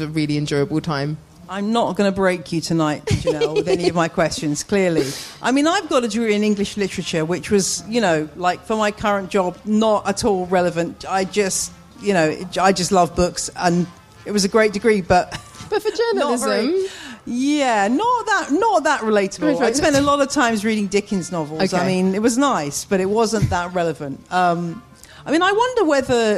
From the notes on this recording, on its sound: In a live recording at the Hampton Court Palace Garden Festival.